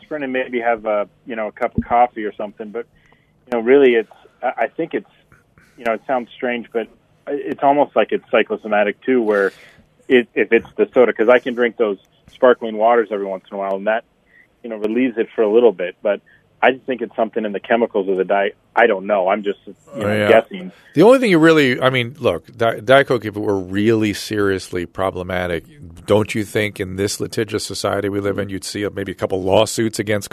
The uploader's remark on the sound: Listener Calls. Listener phone calls.